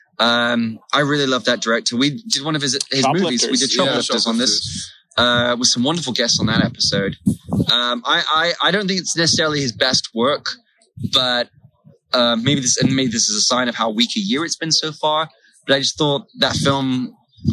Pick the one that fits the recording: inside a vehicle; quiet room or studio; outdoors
outdoors